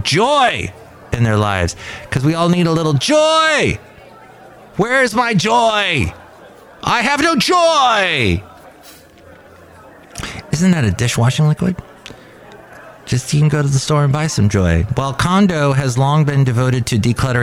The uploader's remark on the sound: podcasts live from Cafe Anyway